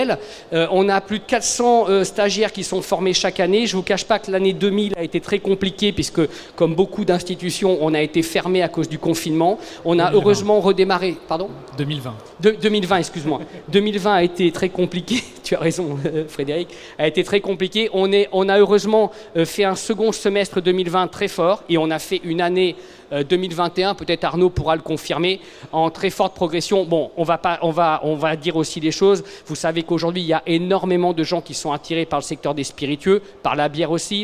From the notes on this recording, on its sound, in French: Conférence donnée au salon BRADIS